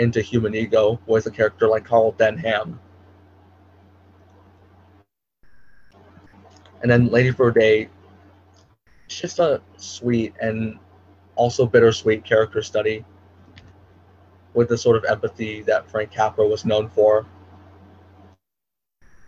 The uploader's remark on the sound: Apologies in advance for audio issues and background noise: I had my AC on full blast and I didn't realize that having my mic on cut off